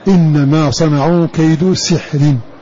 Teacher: بكسر السين وإسكان الحاء